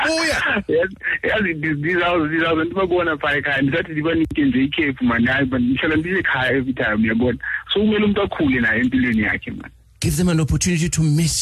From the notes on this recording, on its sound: Afropolitans also called in to talk about how serious they are taking the lockdown.